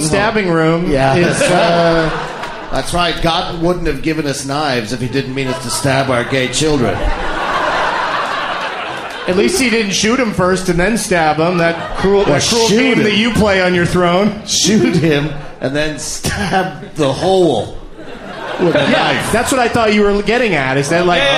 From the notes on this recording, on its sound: Recorded live at the Mayne Stage in Chicago, Illinois.